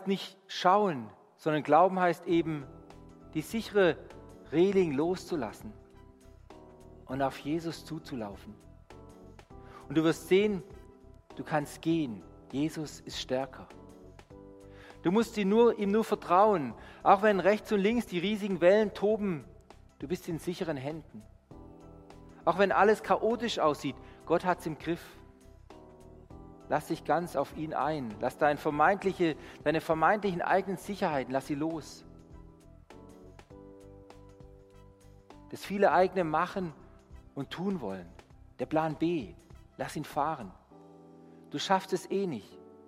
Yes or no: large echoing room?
yes